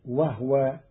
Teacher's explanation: قرأ قالون كلمة وهو بإسكان الهاء فتصير وهو، والضم والإسكان في لغة العرب.